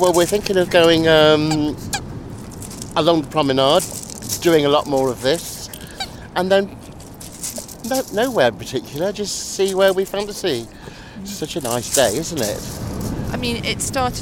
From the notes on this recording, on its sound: Stories about different passions from the Brighton and Hove seafront, when the sun was shining, but the wind was keen. Interrupts people as they go about their everyday lives.